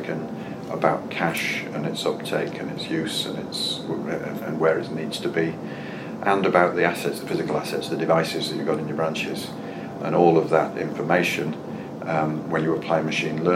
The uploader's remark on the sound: At the RBR Branch Transformation conference in London